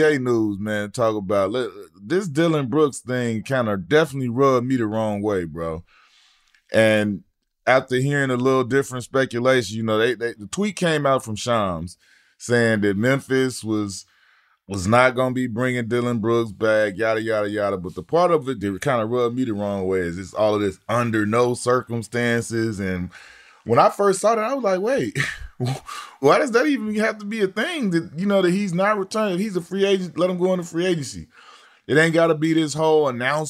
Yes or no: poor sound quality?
no